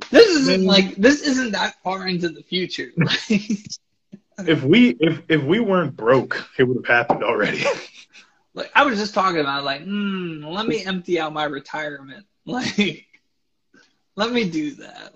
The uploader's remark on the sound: Instagram Live